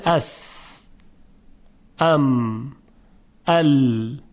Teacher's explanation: یعنی صدای اونها در موقع تلفظ جریان داره، مانند اس، ام، ال. · Term: صفت رخوت